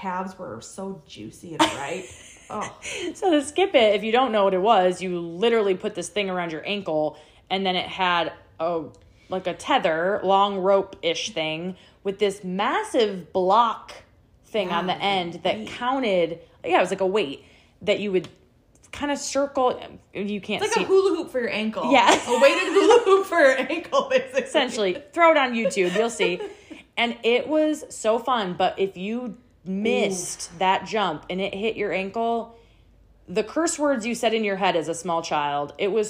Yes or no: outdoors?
no